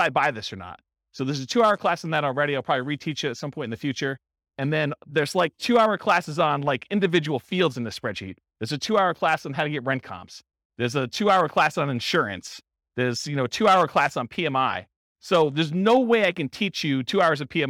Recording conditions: live audience